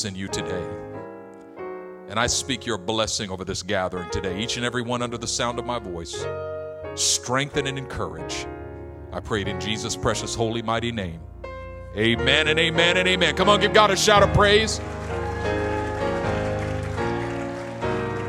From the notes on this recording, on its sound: A message delivered in our El Cerrito campus